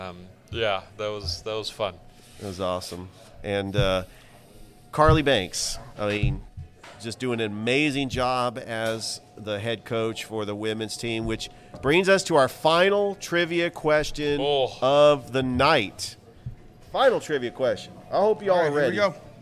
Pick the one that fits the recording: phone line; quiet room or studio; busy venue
busy venue